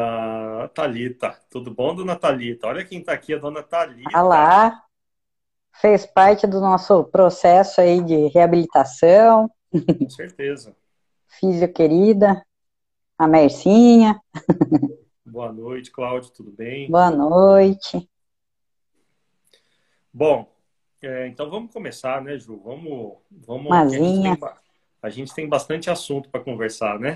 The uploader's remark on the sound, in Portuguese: Bate-papo descontraído retirado de uma live